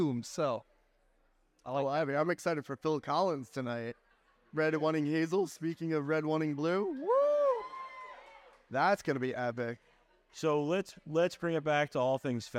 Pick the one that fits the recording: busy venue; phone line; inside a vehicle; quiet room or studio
busy venue